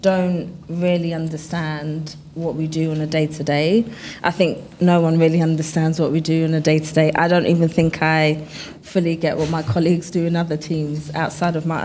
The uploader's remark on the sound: This very special episode was recorded live in front of an audience on Monday 12 June, ahead of the BASW UK conference at Conference Aston in Birmingham.